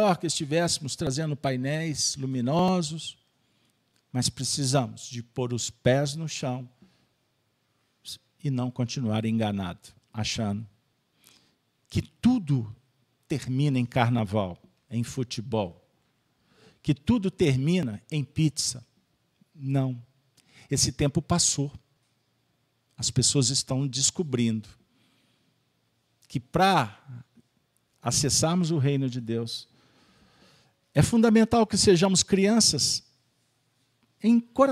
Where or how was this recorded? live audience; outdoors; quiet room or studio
live audience